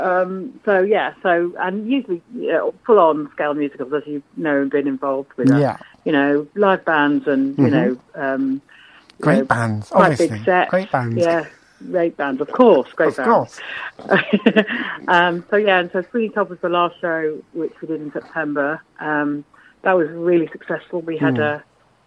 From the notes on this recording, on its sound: joined on the phone